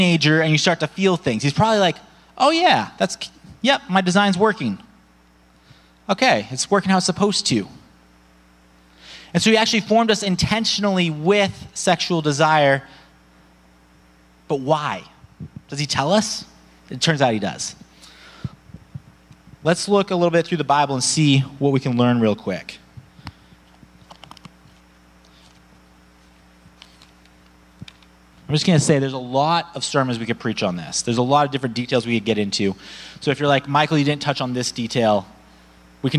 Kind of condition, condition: setting, large echoing room